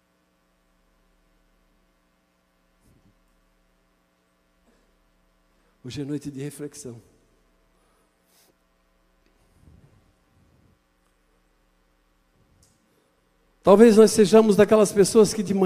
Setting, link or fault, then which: setting, large echoing room